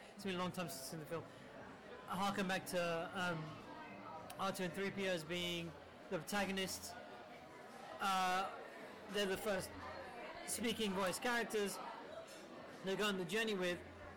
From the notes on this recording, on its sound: A special screening of The Room at the Prince Charles Cinema in London's Leicester Square. We recorded live at the event (so please excuse the noise).